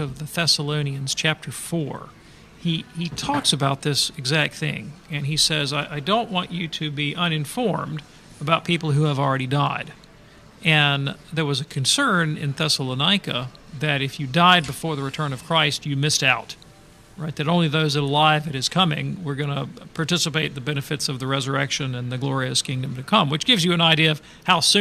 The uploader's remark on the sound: takes questions live from the EWTN 2023 Radio Conference